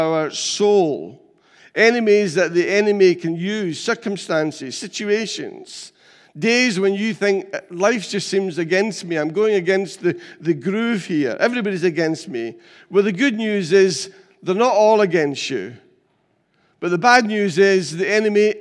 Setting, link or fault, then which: setting, large echoing room